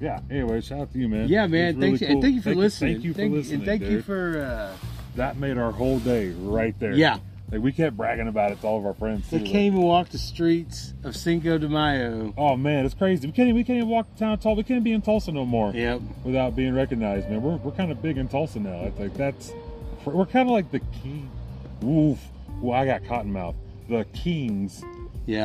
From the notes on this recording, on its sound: Live from the Ben Johnson cowboy museum. We finally got the episode to my phone. Come listen to us doing a quick ghost hunt walk through of the museum. Then there's a musical break for a moment, then it's us posted up outside.